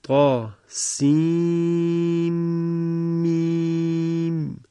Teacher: در روایت حفص اینجا نون سین رو در میم ابتدای میم ادغام میکنیم، میشود قا سین میم، ادغام میشه، ادغام هم معلقنه هست چون نون به میم رسید.